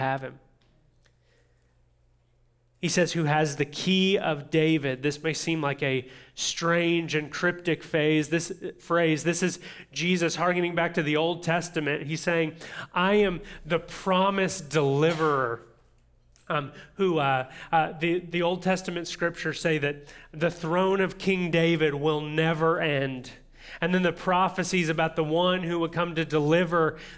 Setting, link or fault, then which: setting, large echoing room